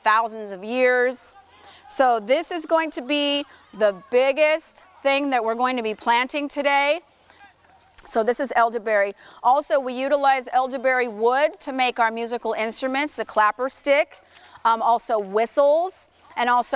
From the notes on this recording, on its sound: This episode is unique in that it is based on a public lecture and hands-on teachings.